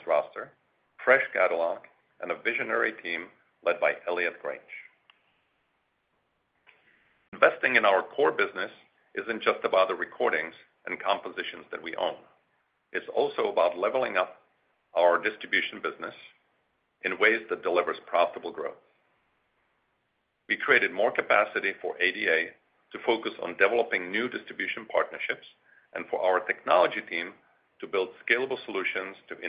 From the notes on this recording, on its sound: Q4 2023 Earnings Conference Call.